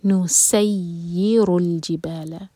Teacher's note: سین پر سیٹی والی آواز اور یا کو اسٹرانگ پڑھا جائے گا. نو سیر الجبال، رو ہیوی.